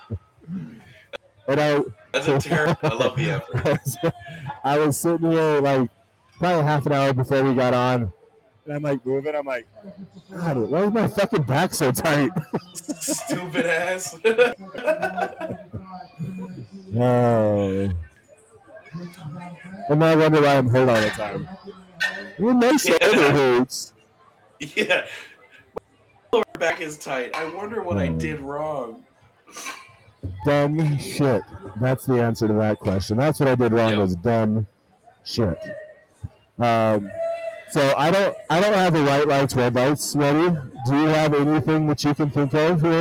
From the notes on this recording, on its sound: Live from #crownmountain.